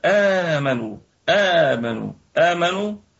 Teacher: آمنوا آمنوا آمنوا أصلها أأمنوا، فهنا تبدل الهمزة الثانية حرف مد من جنس حركة ما قبلها، وقبلها مفتوح، فحرف المد الذي من جنس الفتحة هو الألف